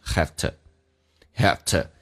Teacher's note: Have 跟 to 有个弱化现象， V 说成 F， to 说成 t， T 加个 a 就变成 haveto， haveto。而且 have 被强调在所有强调的单词当中最不强调的一个，因为单词强调是分级别的，就变成 Though students have to do